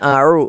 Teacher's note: അയിനാണ് തൊണ്ടയുടെ മധ്യഭാഗത്തു നിന്ന് പുറപ്പെടേണ്ട അക്ഷരമാണ്